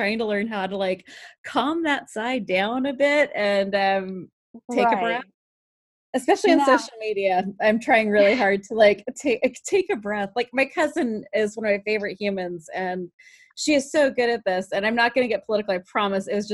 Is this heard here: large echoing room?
no